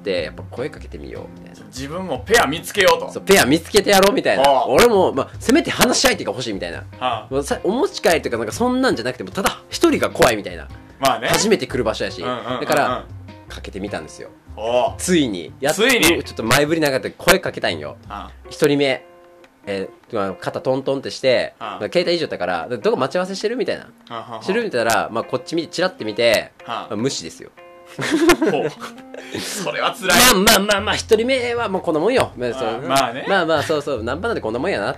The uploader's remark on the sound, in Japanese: 音割れがあります。すみません